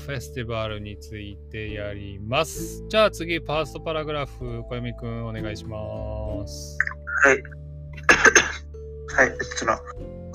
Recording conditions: poor sound quality